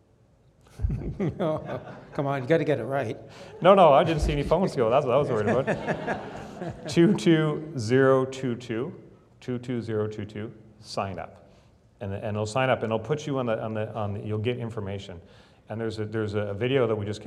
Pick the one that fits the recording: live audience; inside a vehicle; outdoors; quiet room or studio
live audience